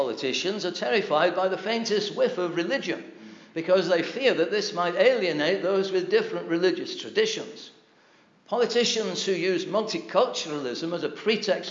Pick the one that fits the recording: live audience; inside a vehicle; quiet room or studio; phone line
live audience